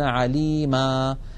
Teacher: إن كان آخرها فتحة، يعني مثلا عليما، فإنهم يحذفون التنوين ويقفون بألف معوضة عن تلك النون فيقولون عليما، بينما مثلا عليم يحذفون التنوين ويقفون بالسكون عليم.